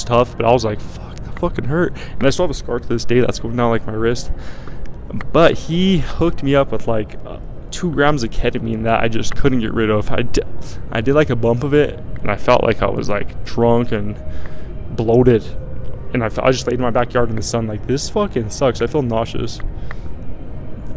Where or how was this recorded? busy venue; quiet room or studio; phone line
busy venue